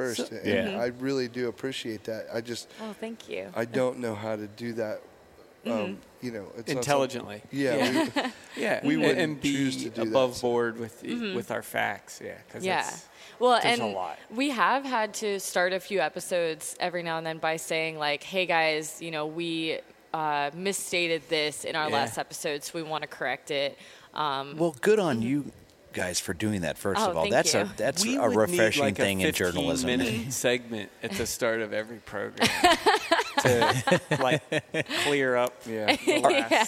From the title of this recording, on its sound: Live from the Great American Outdoor Show